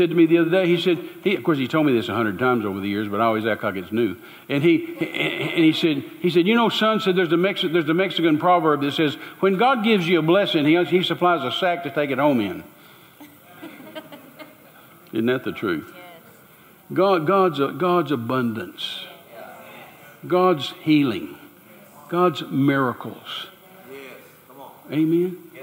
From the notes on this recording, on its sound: Recorded LIVE at Church on the Rock, Georgetown, Tx.